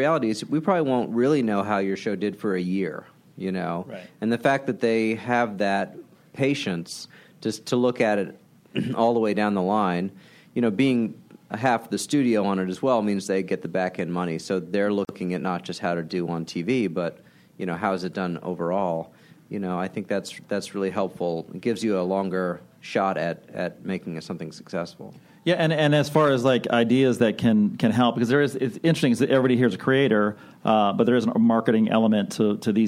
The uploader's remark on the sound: Recorded at ATX Television Fest in June 2015.